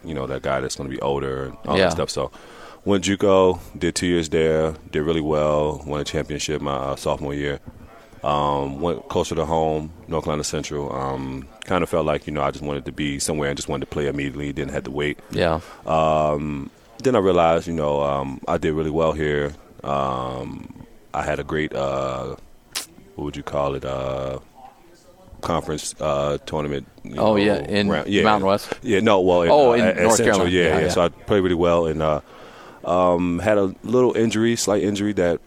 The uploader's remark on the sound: live from Utah Jazz Media Day